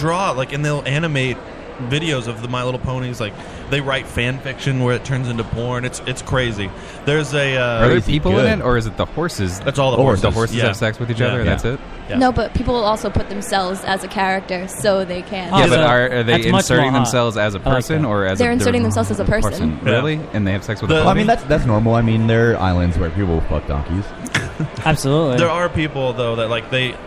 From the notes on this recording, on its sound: We are LIVE from Rhode Island Comic Con Day 2